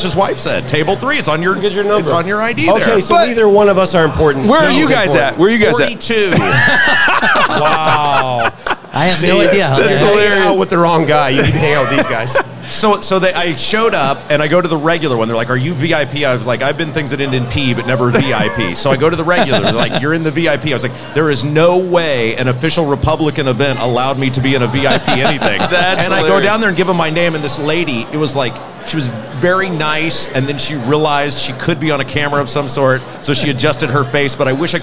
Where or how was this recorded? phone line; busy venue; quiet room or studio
busy venue